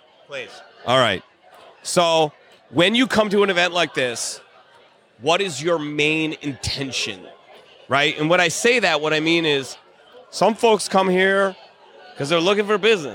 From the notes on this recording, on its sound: Conversations Live at the Level Up Social Club Event. Then we have numerous other guests jump on the mic to share their own brand stories.